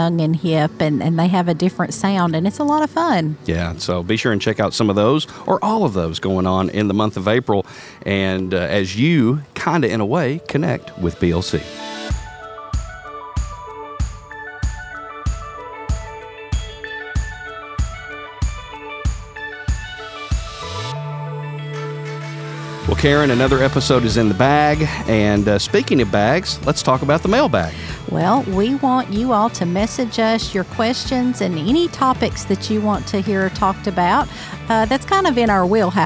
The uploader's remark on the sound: LIVE from the 2023 Ben Lomand Connect Annual Meeting!